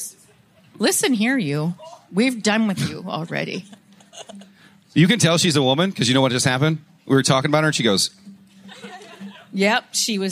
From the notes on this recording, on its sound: Podcast live from Hubbard Day at the Minnesota State Fair. A visit from 4H with goats and a turkey.